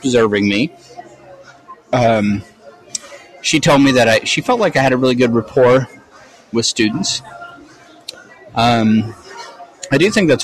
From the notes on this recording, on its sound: This episode comes to you live from Minneapolis, MN. I am at an AVID conference.